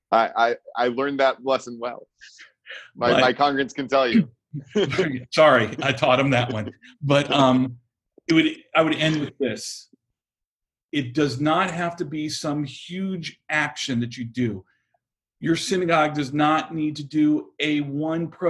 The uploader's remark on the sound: Recorded at Temple Beth-El’s virtual Shabbat morning gathering. Is recorded during virtual gatherings of Temple Beth-El in Richmond, Virginia.